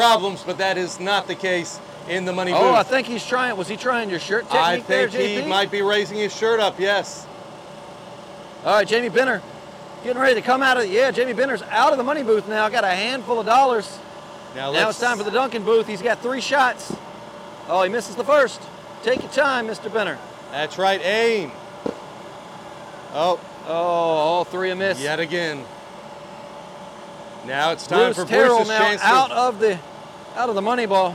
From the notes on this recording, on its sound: Report live from the Rogers annual Let's Get It Championship. This championship consists of a physical competition in which the Rogers team members split up into two teams and compete for a prize.